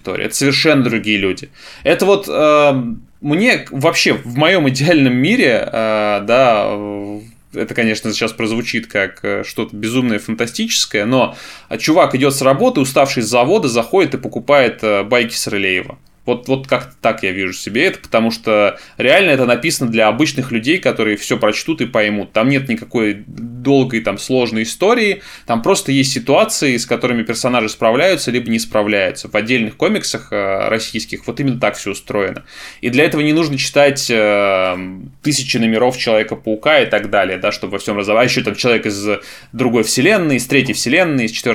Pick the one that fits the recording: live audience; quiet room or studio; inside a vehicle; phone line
quiet room or studio